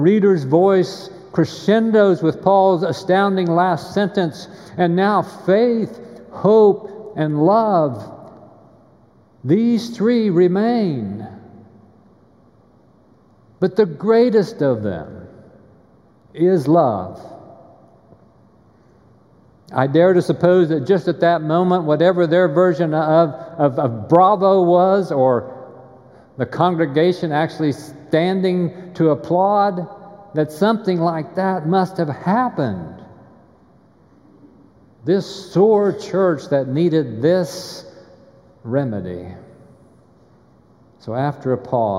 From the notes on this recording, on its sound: Recorded live during the Sunday worship service.